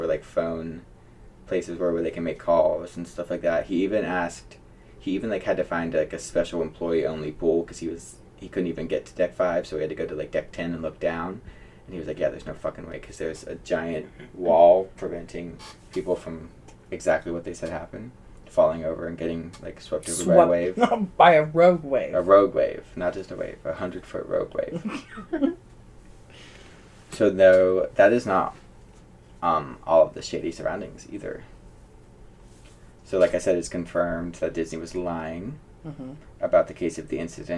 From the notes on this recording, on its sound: sorry if the audio is a little off, this is my first time having two co-hosts and I only have 2 mics